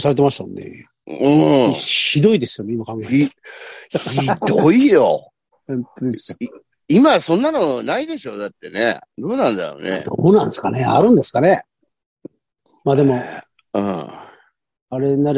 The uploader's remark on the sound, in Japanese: ZOOMで収録